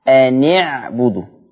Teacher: القاعدة العامة عندنا في حفص عن عاصم إن التقى ساكن بساكن فيتم تحريك الساكن الأول بالكسر، وهي قاعدة أم في رواية حفص. فبقول قرأ حفص بتحريك النون بالكسر بسبب التقاء الساكنين · Term: التقاء ساكنين